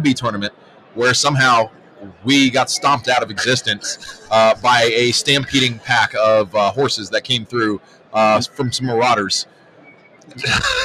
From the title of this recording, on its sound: Live at Prosper 2022